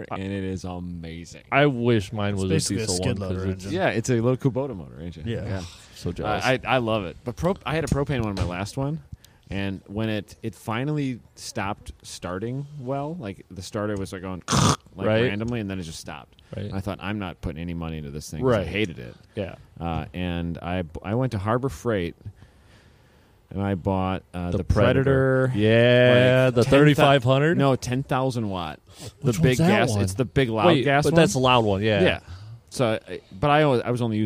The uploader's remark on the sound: We record at COTA. Hang out in the same garages that the F1 teams use.